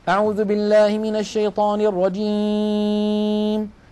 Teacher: نلاحظ بأن الصوت قسم كبير منه قد خرج عن طريق الأنف، هذا لحن وخطأ.